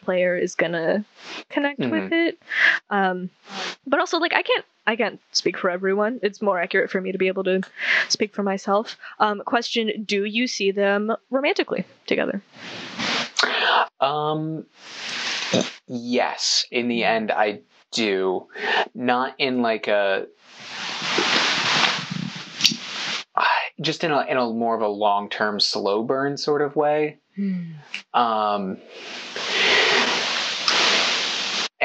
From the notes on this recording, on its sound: Apologies for the sound quality, we've had so many equipment issues this year.